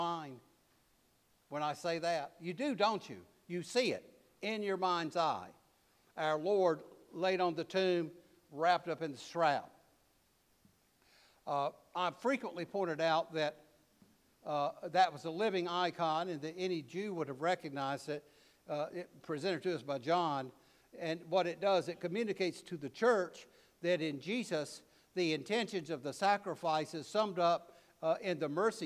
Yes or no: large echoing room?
yes